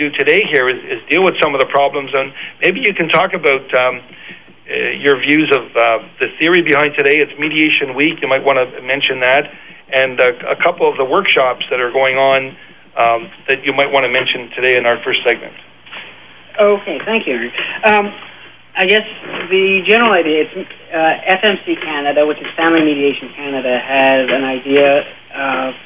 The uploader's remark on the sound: Live from National Art Centre Panorama Room Family Law Day